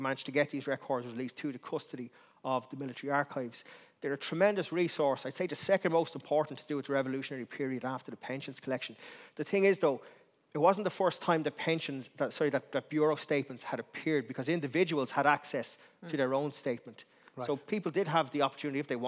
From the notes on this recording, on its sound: Recorded in the RDS Library as part of The Dublin Book Festival 2022